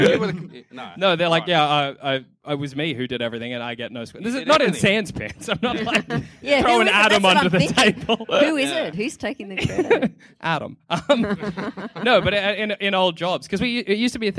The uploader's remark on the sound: Live from Fringe! Live at Fringe.